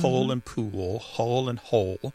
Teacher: So the physical act of pronouncing that dark L kind of requires the back of the tongue to raise toward your soft palate. And that movement of the tongue pulls the vowel that comes before the L in a new direction.